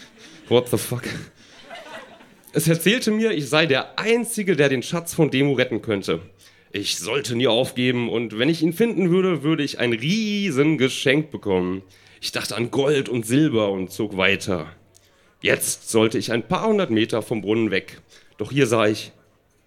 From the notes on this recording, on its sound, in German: Ausschnitte aus der Veranstaltung vom 12.08.2018 im frannz Biergarten, Berlin. Texte von gestern“-Liveshow. Heißen Dank an den frannz Biergarten, unser tolles Publikum.